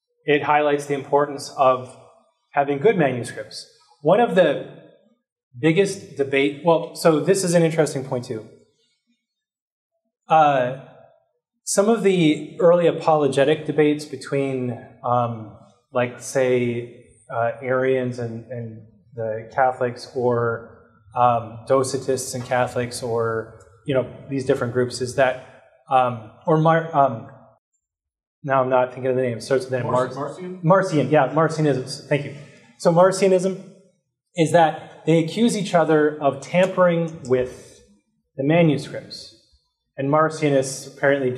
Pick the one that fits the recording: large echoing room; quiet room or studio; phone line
large echoing room